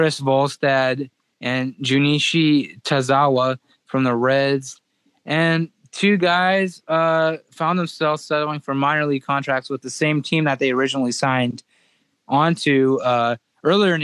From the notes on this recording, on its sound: In a phone interview